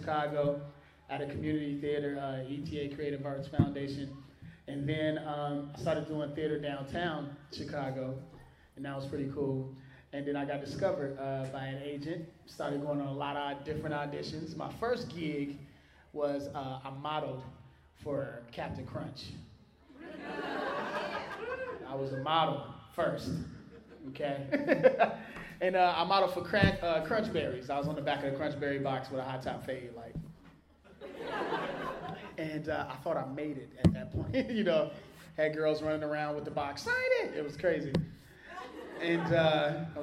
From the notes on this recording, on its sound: here are some interviews and a panel from Premium Basin Comic Con X this year